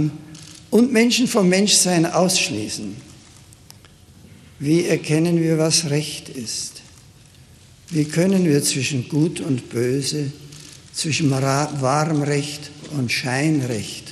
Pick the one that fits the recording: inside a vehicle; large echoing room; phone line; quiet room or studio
large echoing room